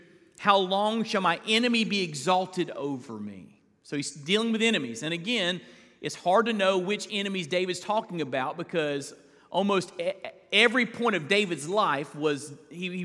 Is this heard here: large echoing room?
yes